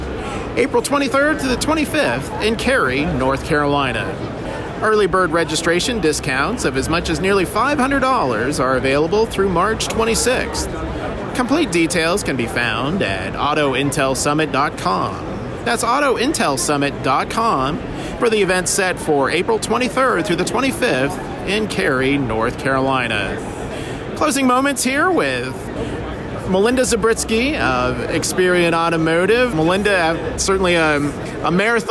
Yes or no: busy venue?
yes